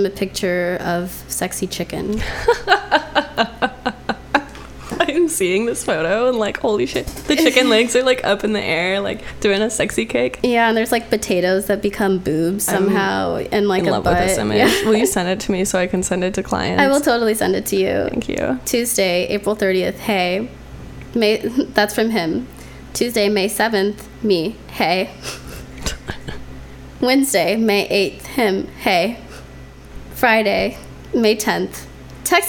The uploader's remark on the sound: Sorry about the weird humming noise. This is another episode recorded on the road, so we didn't have our normal studio setup.